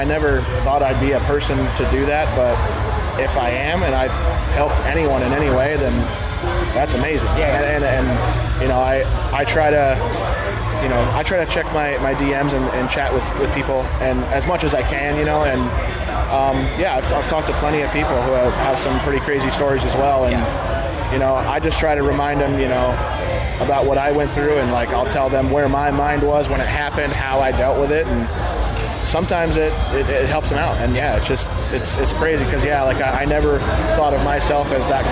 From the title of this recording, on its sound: TURS at Download Festival 2022